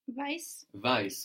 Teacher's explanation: The W like a V and the T to S.